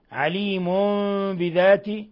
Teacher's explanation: إقلاب حيث قلبنا التنوين نونا مخفاة